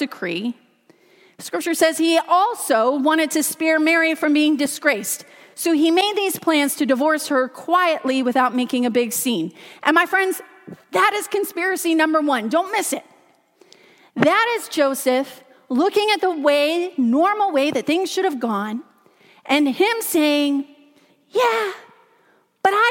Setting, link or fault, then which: setting, large echoing room